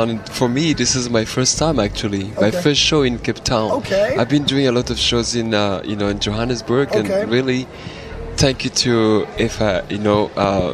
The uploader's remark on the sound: live from the CTICC